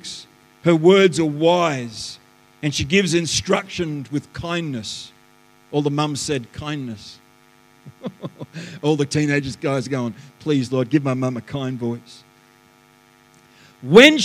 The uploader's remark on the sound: The live stream of Destiny Church Atherton